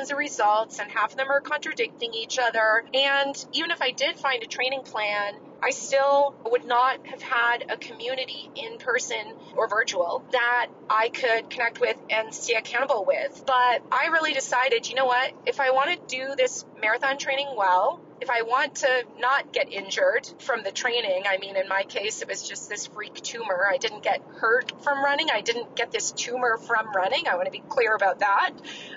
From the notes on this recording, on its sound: This week’s episode was recorded during a long car ride, that helped inspire this episode’s message. If you can't tell, I am not in my regular home studio. I am actually driving in my car across Nevada.